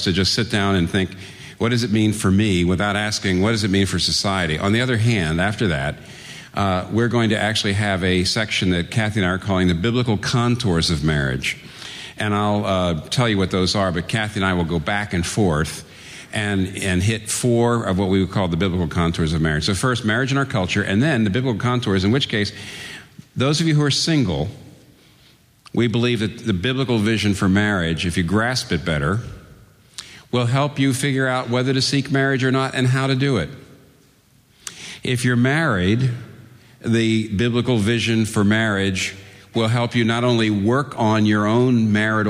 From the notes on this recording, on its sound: At Redeemer Presbyterian Church on March 30, 2012 for the conference "Marriage, Sex & Singleness Conference".